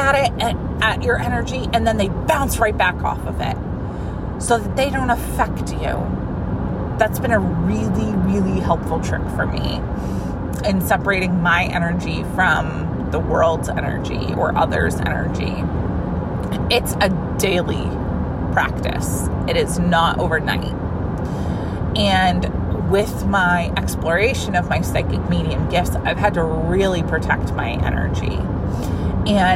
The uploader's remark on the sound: This is a Fun-size Friday episode I recorded this week in my car because well the energy was right!